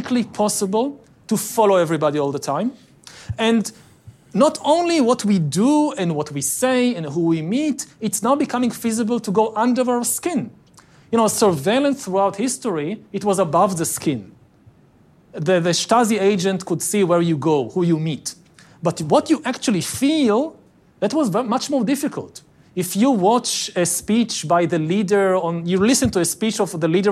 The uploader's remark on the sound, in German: Das beim Giga Gipfel von Handelsblatts, WirtschaftsWoche, Tageespiegel, ada und Vodafone in Sölden als Live-Podcast aufgezeichnet wurde.